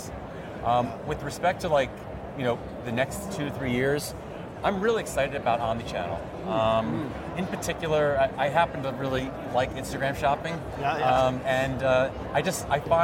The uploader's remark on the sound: hits the floor at Shoptalk , one of the largest commerce conferences in North America